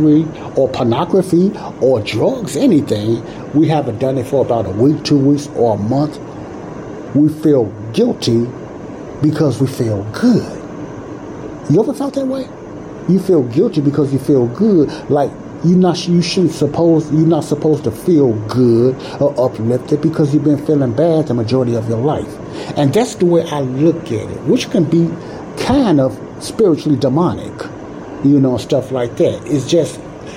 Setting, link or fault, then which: fault, background noise